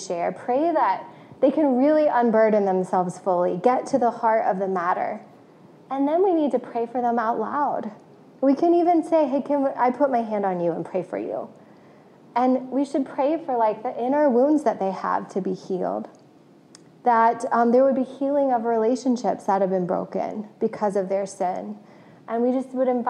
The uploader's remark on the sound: This message was originally preached to CityChurch in downtown Iowa City on February 13, 2022.